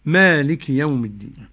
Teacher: الإمام الكسائي والإمام عاصم يقرآن بمد الميم